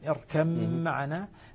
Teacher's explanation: تصبح ميما مشددة إدغاما كاملا تسقط الباء ذاتا وصفة